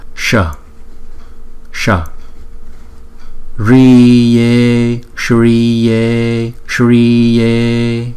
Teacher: chữ S có dấu sắc là đọc cong lưỡi, S S Riye Shriye Shriye, I và E là hai nhịp.